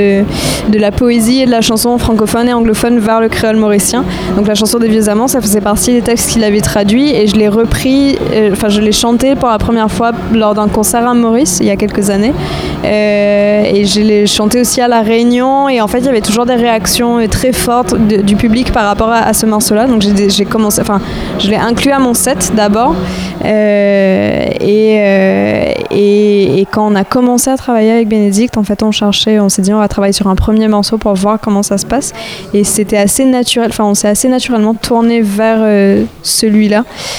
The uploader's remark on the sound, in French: Enregistrement réalisé lors du festival Hop Pop Hop